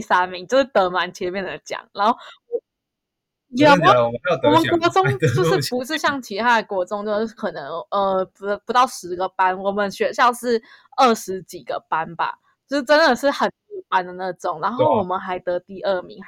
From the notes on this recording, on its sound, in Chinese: 跨海錄音新手！音質有緣再精進！